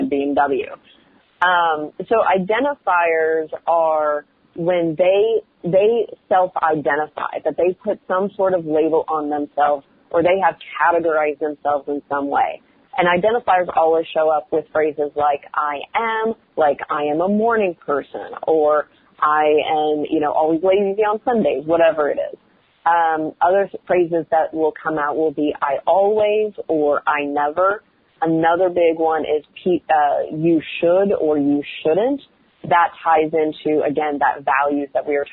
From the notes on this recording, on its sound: The introduction is recorded using a Yeti USB microphone. The interview itself is conducted over the phone or via Skype using call recording software.